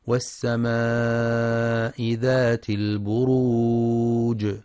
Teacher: ينتبه القارئ في كلمة والسماء للمد المتصل الواجب، يمد في رواية حفص من طريق الشاطبية بمقدار 4 أو 5 حركات وجوبا